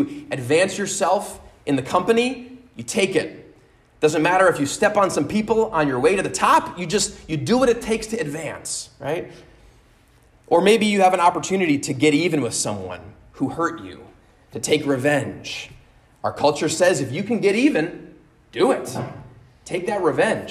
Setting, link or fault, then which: setting, large echoing room